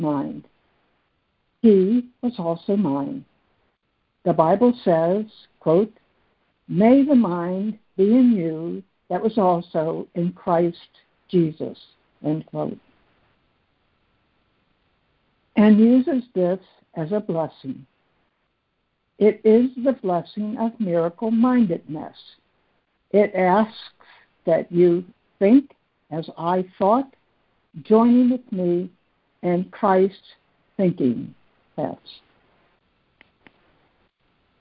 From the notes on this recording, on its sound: ACIM Daily Conference Call.